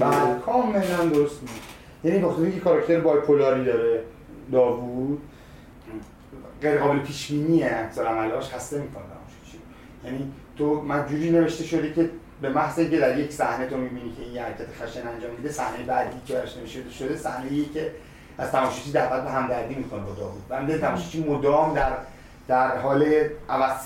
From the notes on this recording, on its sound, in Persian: عذر خواهی میکنم به خاطر مشکل فنی در ضبط صدا که باعث پایین اومدن کیفیت این اپیزود شد